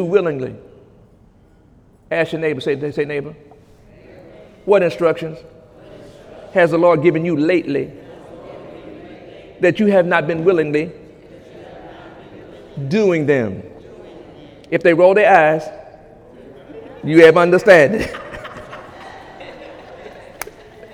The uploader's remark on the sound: During Sunday morning service